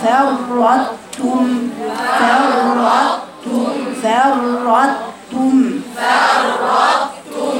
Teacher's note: فاء رقيقة والراء مفخمة، اتنين راء مفخمتين، فر وراء ساكنة والثانية متحركة، فرطتم افصلوا بين الفاء الرقيقة والراء المفخمة.